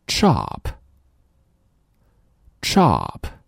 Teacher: 这组合呢其实就是 t 和 sh